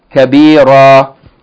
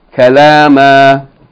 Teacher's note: This is the rule when you stop on such words. This med is two counts. It has the length of two fatha. Yani meaning twice, two times as long.